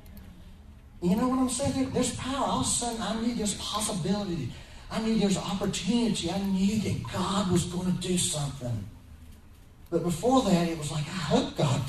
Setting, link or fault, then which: fault, poor sound quality